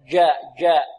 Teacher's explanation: البعض يقول جاء جاء هكذا، خطأ، جاء خطأ. لا، الجيم تخرج من وسط اللسان وليس من طرف اللسان، هكذا جاء جاء وليس جاء جاء، لا.